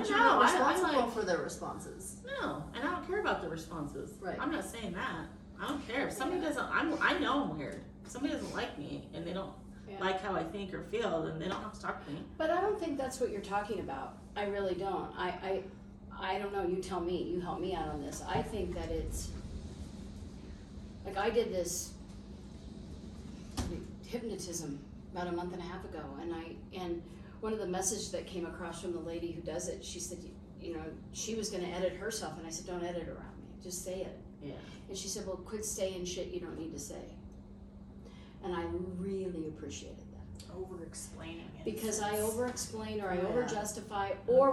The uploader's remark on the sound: unedited, raw, just us and an iPhone.